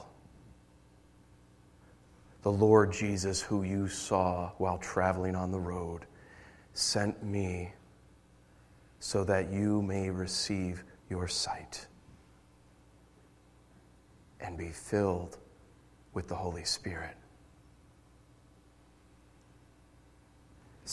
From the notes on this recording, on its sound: Originally Preached June 30, 2013 at The Orchard Church